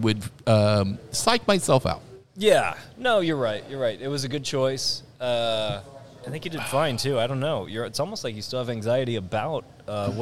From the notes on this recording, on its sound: Live from The Goat Brewing Company in Lee's Summit, MO